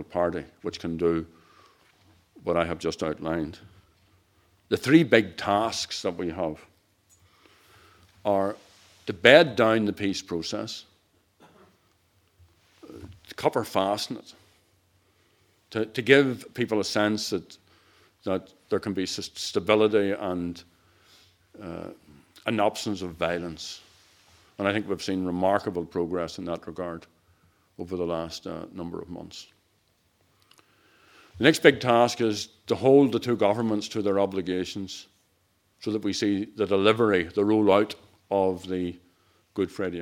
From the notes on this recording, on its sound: Recorded live at the ICA.